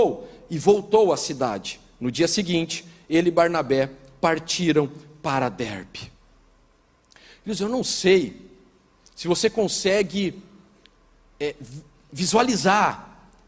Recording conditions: large echoing room